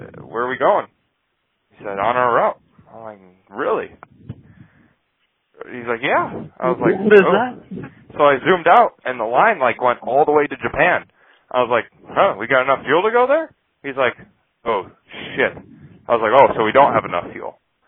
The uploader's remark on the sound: our first live caller